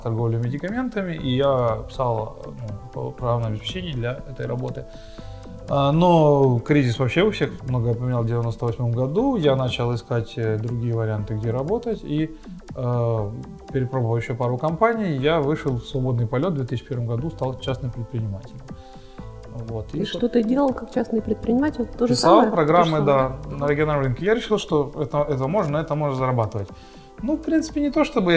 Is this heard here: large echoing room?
no